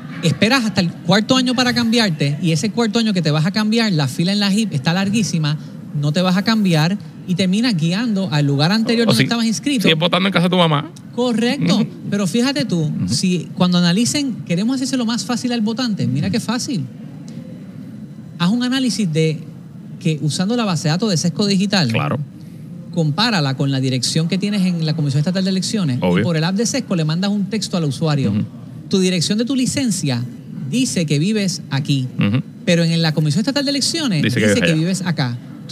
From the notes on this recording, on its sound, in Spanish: EN VIVO desde el Data & Innovation Symposium en el Centro de Convenciones de Puerto Rico.